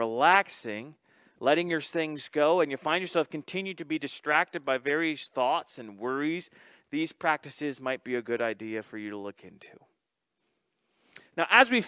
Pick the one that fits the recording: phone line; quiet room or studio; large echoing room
large echoing room